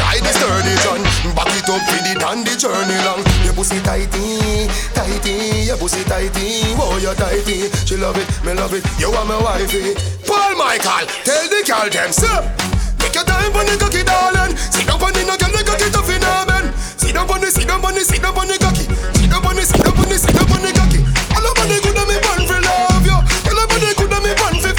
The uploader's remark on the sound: Live Audio recording of my set at Island Saturdays on Jan 7th 2023.